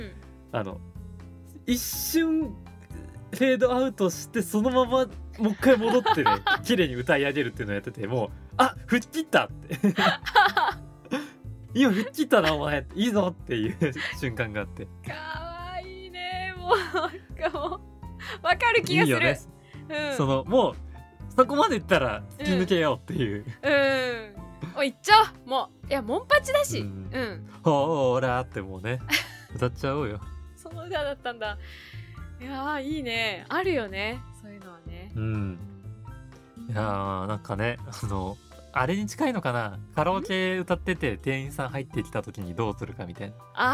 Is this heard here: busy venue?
no